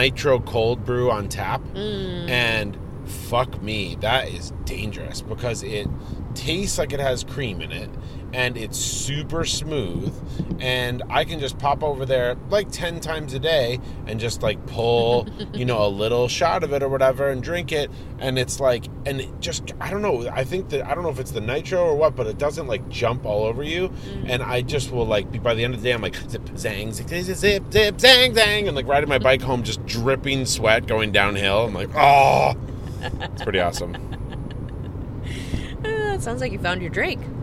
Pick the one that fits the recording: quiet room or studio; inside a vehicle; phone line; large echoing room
inside a vehicle